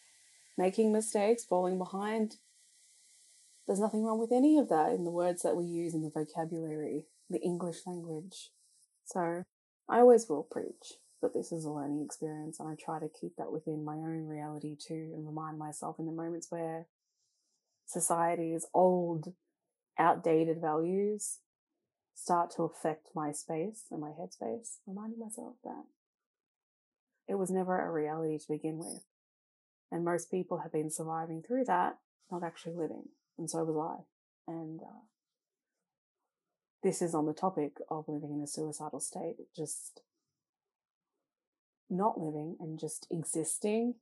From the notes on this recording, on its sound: The audio is not perfect just like my editing skills and potentially my newish microphone is having some issues.